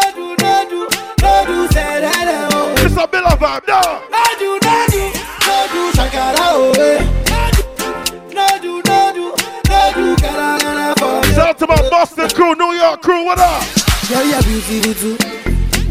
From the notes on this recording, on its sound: Live party audio! Live at Island Saturdays.